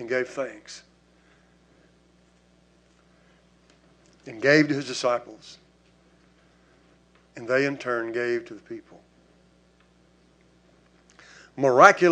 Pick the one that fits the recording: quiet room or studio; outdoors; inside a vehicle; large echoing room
large echoing room